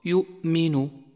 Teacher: يجب عدم الضغط الزائد على الهمزة فتصبح كأنها مقلقلة، مثال ذلك يؤمن، والصواب يؤمن.